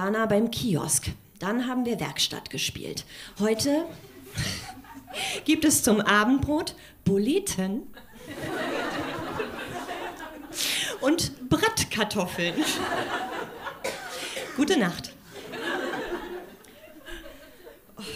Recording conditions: live audience